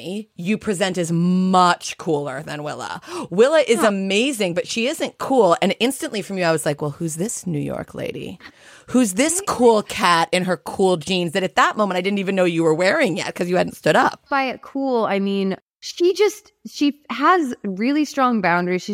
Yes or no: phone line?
no